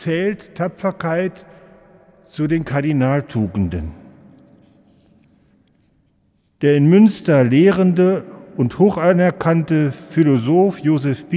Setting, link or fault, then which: setting, large echoing room